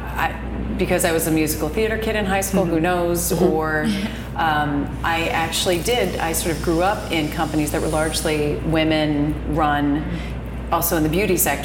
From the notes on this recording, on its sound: This episode features full audio from the event and a distillation of the wisdom and key insights from all of our guests.